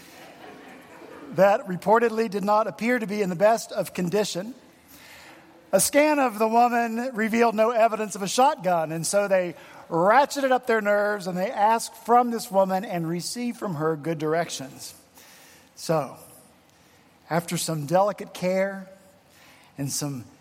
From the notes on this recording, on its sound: at Redeemer Presbyterian Church in Charleston, SC